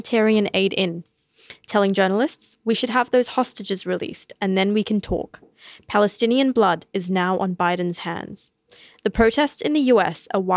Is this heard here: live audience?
no